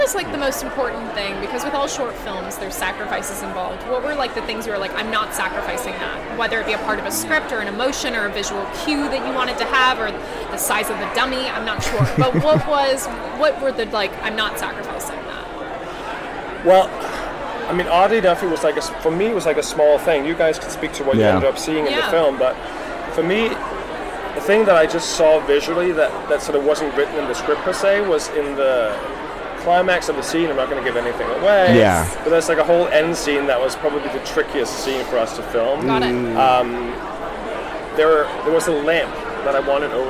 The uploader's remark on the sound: We are live, on-location at the TCL Chinese Theatre for the 19th annual Oscar Qualifying HollyShorts Film Festival.